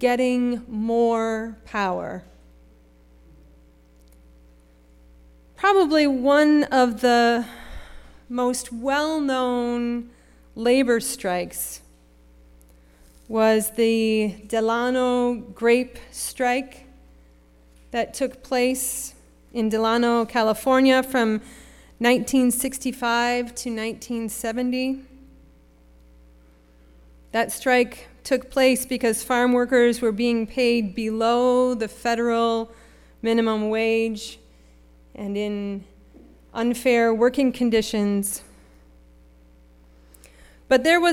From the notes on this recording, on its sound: Sermon preached at RCHP on May 21, 2023.